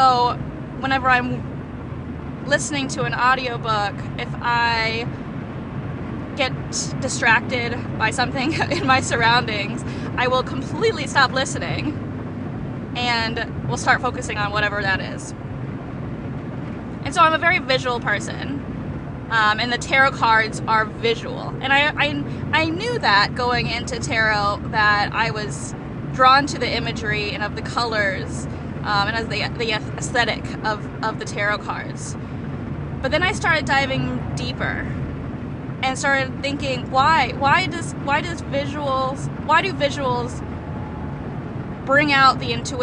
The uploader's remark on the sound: This raw and unedited podcast was recorded in her car, so thanks for being patient with the less-than-perfect audio quality.